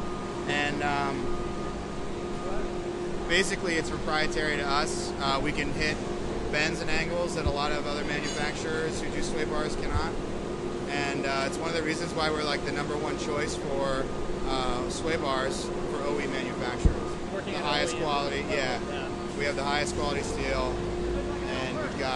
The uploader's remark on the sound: Live from Eibach in Corona, CA